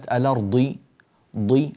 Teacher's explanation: هذه الضاد انكسرت فلا يجوز أن تحولها إلى مرققة، لأن الضاد إذا رققتها تصير قريبة من الدال